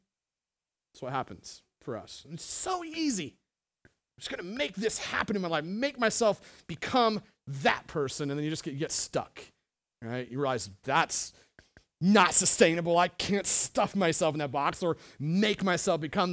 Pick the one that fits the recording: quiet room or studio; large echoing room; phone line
large echoing room